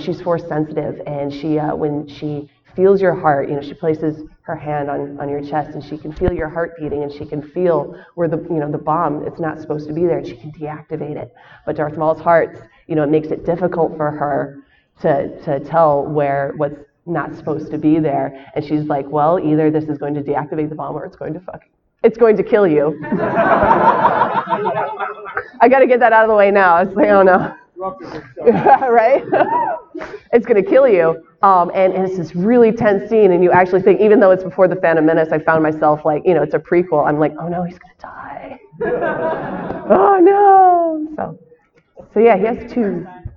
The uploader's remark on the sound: shares her panel from Celebration Chicago